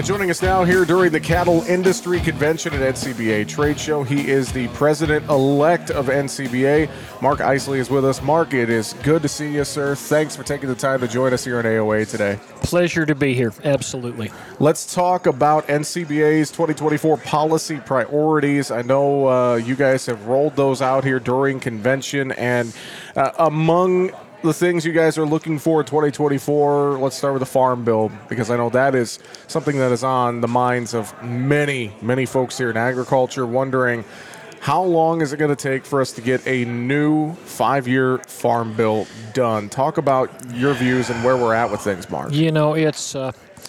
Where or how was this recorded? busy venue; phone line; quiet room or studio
busy venue